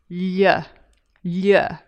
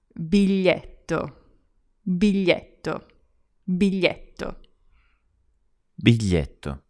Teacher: But in the middle, that kind of weird l sound, spelt with a gl, is kind of like a cross between a y and an l. So you kind of start saying a y and it ends up as an l